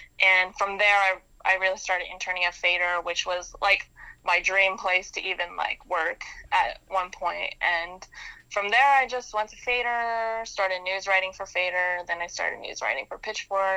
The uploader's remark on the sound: joins us over the phone